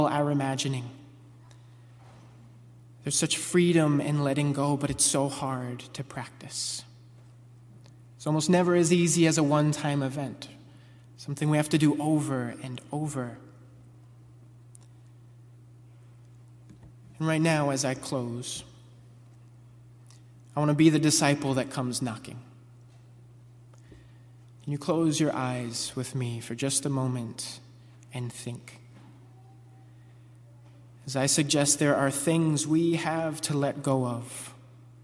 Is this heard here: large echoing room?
yes